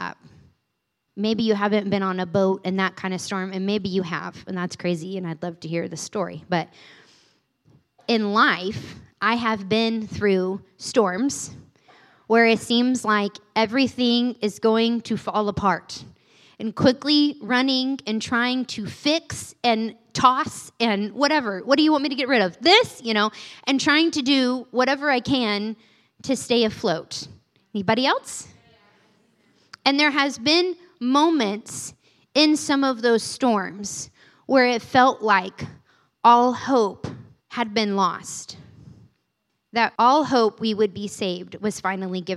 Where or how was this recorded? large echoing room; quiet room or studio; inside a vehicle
large echoing room